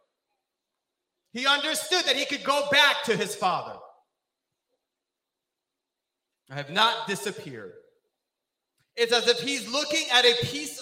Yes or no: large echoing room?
yes